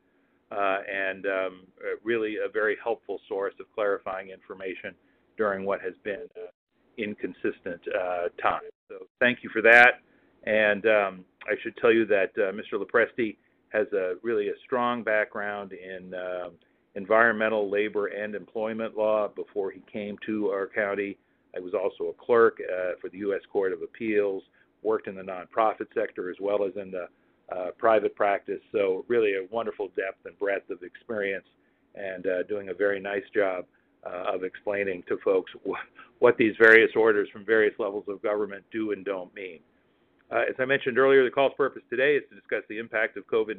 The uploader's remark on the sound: Telephone Town Hall July 19th